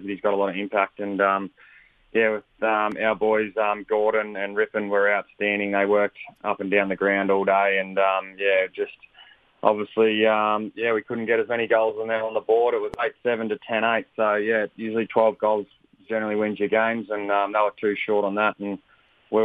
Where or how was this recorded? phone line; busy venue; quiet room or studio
phone line